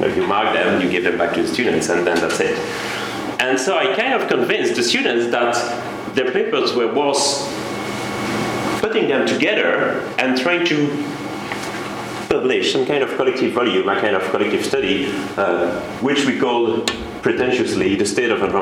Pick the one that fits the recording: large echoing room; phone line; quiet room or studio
large echoing room